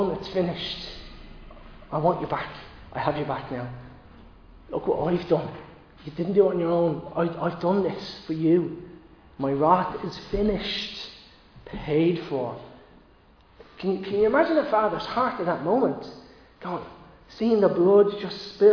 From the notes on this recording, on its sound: Recorded live in Liberty Church